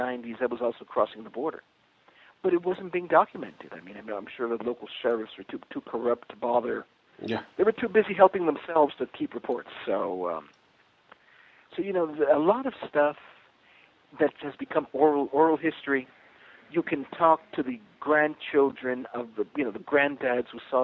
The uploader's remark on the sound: We recorded this show as a phone call on August 8th.